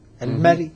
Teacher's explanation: الراء الساكنة عند الوقف عليها بالروم ترقق تبعا للراء المكسورة المرققة. طبعا الإشكال الذي ربما يصادفنا الآن في هذه المقاطع أن الروم هو ثلث الحركة.